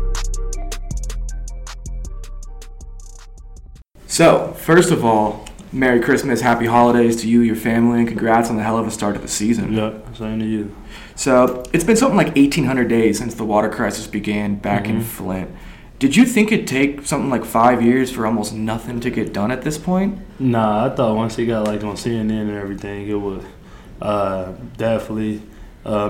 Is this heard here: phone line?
no